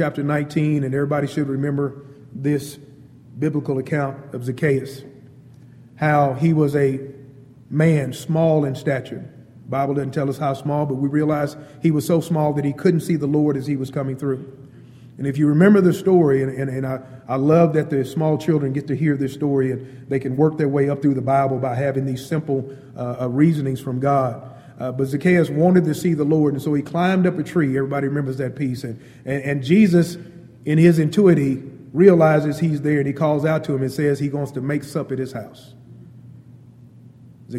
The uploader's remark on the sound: Wednesday Night Devo. Downtown Church Of Christ Audio Sermon.